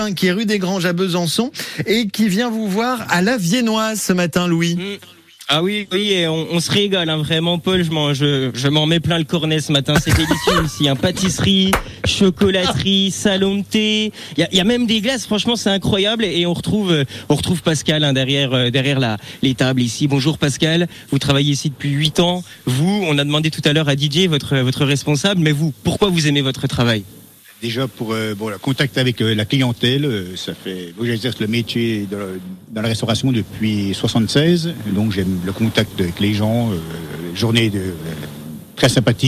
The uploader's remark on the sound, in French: depuis "La viennoise", patisserie-glacier depuis 1890 à Besançon